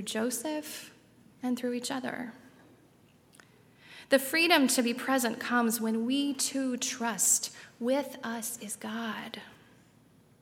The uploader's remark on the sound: on Sunday, December 22, 2019, at Highland Baptist Church